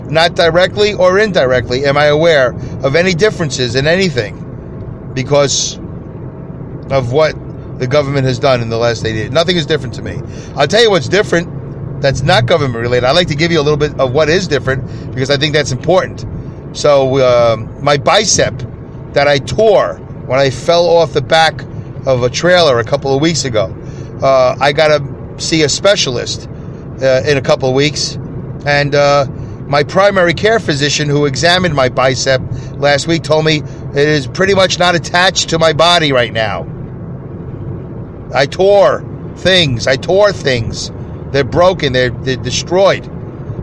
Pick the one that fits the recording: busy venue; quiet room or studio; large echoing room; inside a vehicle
inside a vehicle